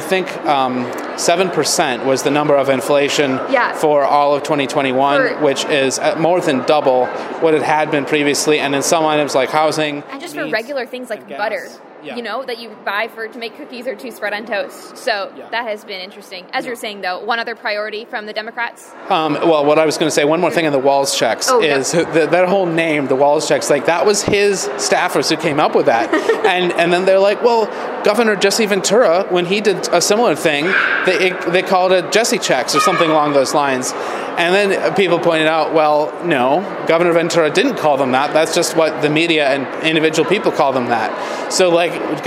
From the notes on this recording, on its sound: broadcast live from the Minnesota State Capitol!